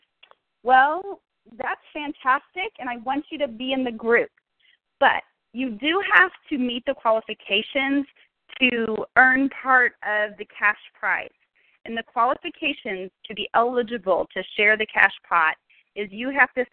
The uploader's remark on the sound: Team Elite Conference Call